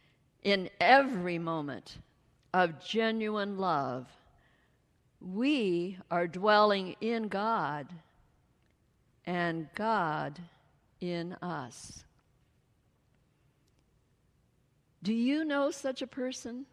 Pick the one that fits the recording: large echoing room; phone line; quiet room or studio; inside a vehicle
large echoing room